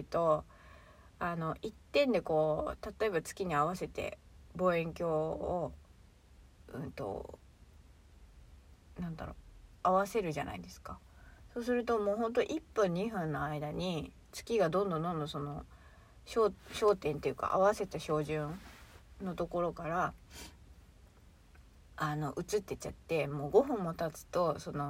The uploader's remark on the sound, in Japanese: 車の中スタジオ